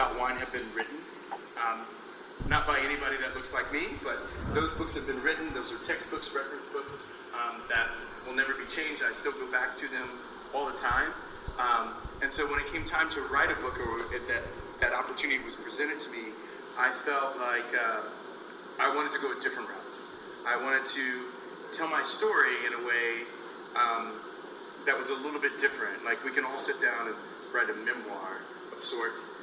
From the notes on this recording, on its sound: book release party at City Winery